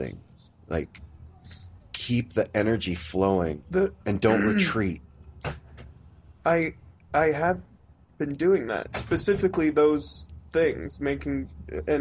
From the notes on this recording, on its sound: A Morning On The Porch. This is a live therapy session with the No Simple Road Crew, unedited, raw, unfiltered, and real.